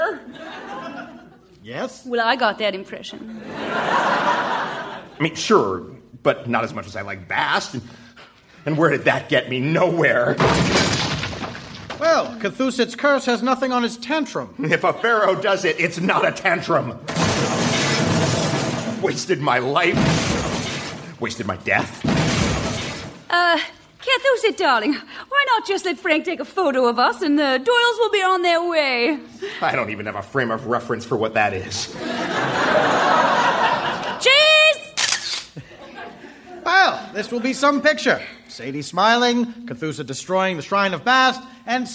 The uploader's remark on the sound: Recorded Live 3/3/2012 at Largo, Los Angeles.